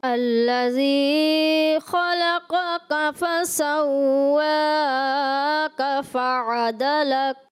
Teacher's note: فسوا کا وہ جو کاف تھا باریک ہے اس کو، وہ تھوڑا ایسا لگا کہ بڑے کاف کی طرح ادا ہو گیا